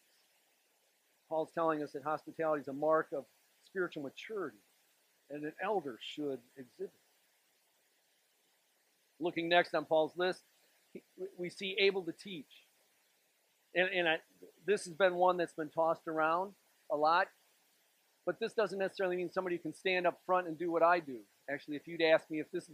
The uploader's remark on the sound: This sermon was delivered on January 28th, 2024 at Grace Church in Granger, Indiana.